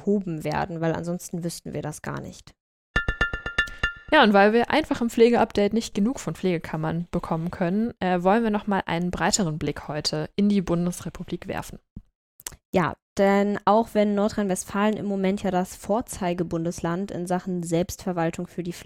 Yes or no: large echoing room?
no